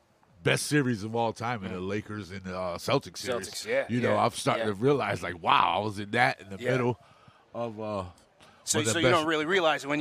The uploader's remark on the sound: KFTV LIVE from the Dick Barnett Celebrity Golf Classic